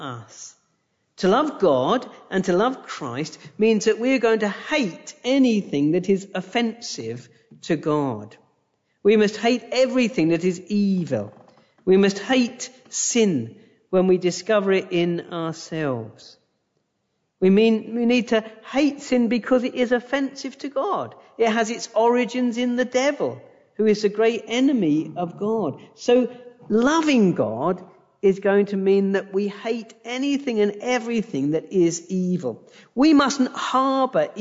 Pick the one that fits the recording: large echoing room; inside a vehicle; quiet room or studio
large echoing room